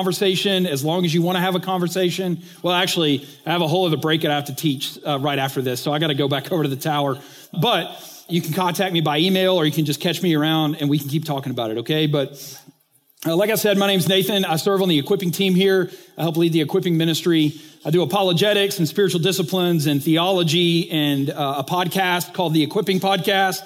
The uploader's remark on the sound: recently taught at the Church Leaders Conference